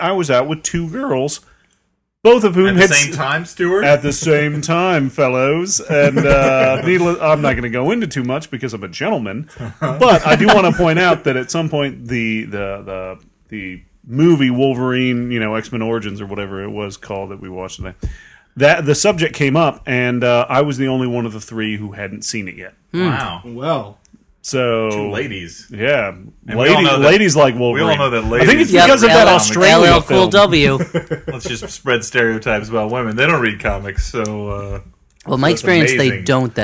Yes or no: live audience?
no